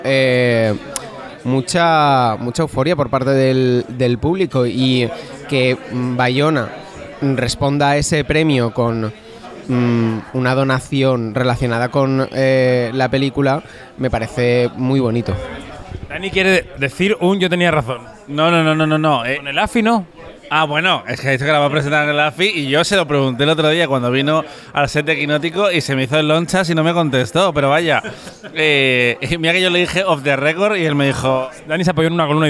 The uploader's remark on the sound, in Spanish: Octavo y último episodio del podcast especial de Kinótico desde el Festival de San Sebastián 2023, que grabamos desde el restaurante Pollitena.